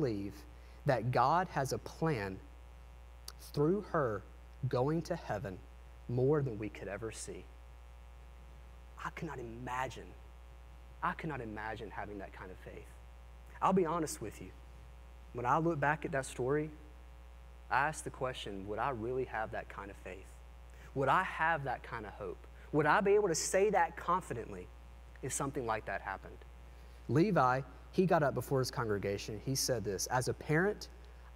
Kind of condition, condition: setting, large echoing room